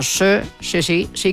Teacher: en España la S pues suena como sh, sh, sh, sh